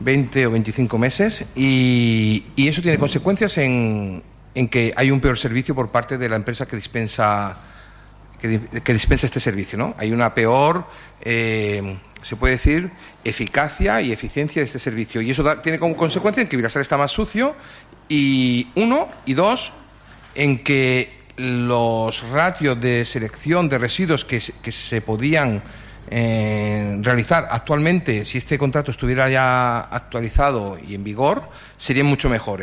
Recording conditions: large echoing room